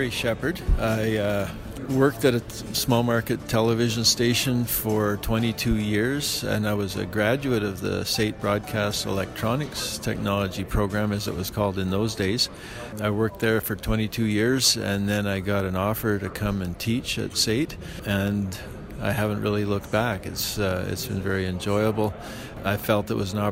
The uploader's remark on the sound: at the Western Association of Broadcast Engineers conference in Calgary